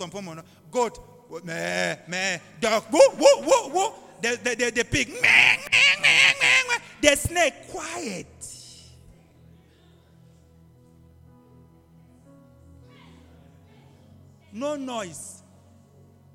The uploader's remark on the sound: LIVE AT ABC ROBEGA